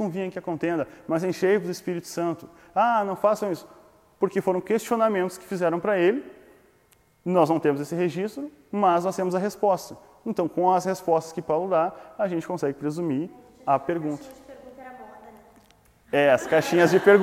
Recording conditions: live audience